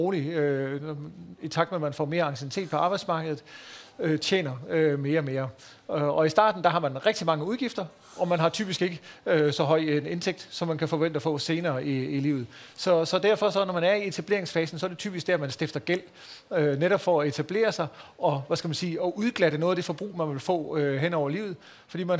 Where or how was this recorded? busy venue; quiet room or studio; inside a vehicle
busy venue